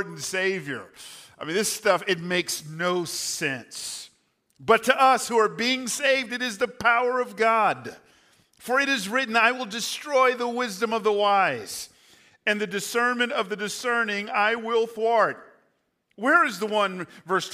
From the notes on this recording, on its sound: Recorded on 4/2/23 at Hope Church in Las Vegas.